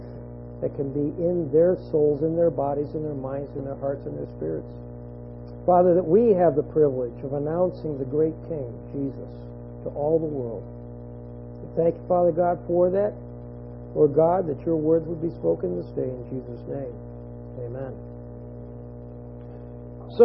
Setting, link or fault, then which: fault, hum or buzz